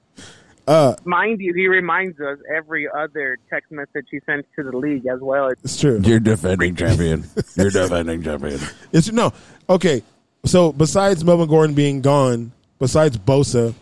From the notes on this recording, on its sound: we finally get that charger fan on the phone